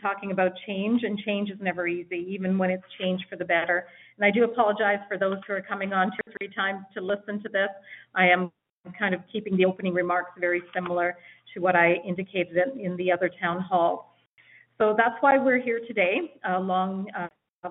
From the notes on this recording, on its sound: Refocusing Health Care in Alberta Telephone Town Hall. Health care professionals participated in a telephone town hall to help shape a stronger health system.